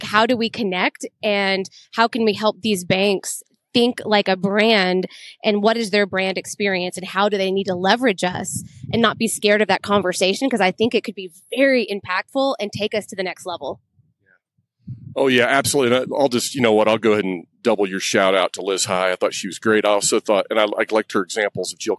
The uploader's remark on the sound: Live from AFT Conference